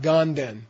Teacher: There's no N in Ganden. It's just this open vowel ga, followed by a prenasal nden. So it comes out Ganden.